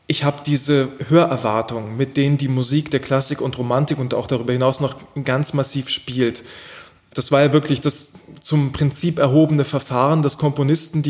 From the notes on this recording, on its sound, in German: Ein Livemitschnitt von der Schubertiade: Liederabend.